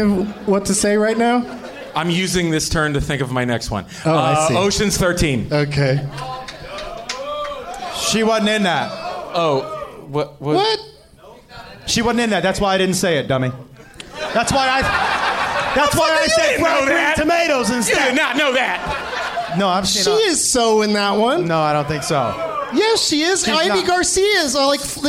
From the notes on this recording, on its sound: Live from the Funny Bone in Columbus, OH